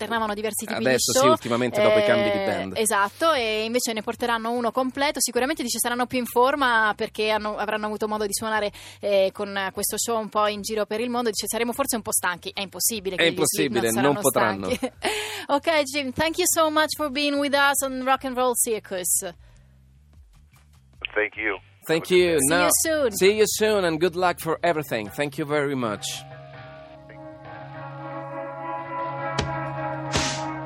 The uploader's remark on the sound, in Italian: Al telefono